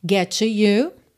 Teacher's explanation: Trying, que é aquela redução do trying to get to you. Get termina em T, to começa em T. Você, é claro, junta num T só.